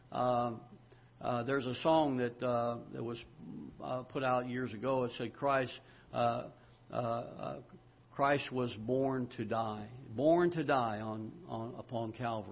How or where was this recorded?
large echoing room